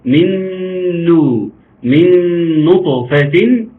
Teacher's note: حافظنا على ترقيق النون لأن الطاء عالية والنون مرققة، الطاء هتشدها وتطلع من نو، لا عاوزينها من نو.